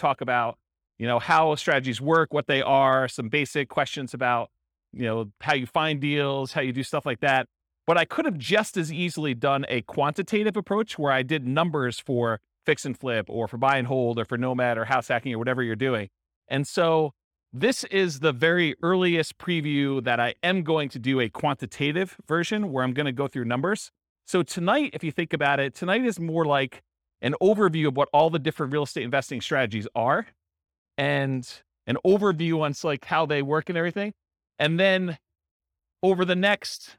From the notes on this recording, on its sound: This was a live class recorded